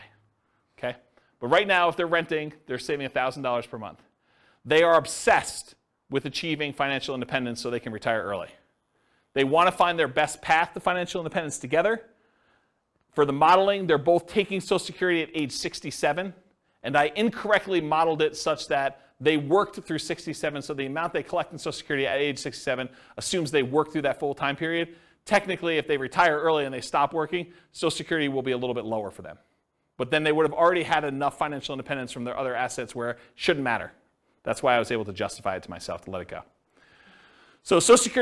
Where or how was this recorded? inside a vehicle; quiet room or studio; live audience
live audience